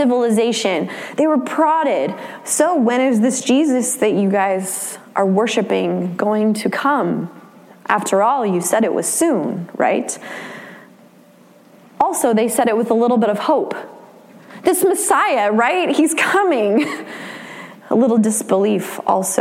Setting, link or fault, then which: setting, large echoing room